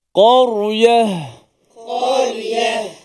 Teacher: Tebal ra. Qaf tebal, ra tebal. Ya nipis.